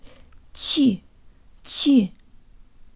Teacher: Finally, the vowel in the last syllable sounds like an E flavored schwa, and the chia sound almost has a Y sound built in.